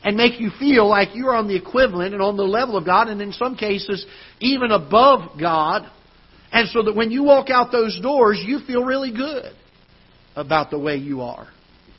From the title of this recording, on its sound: Ketha Heights Baptist Church ~ Live Broadcast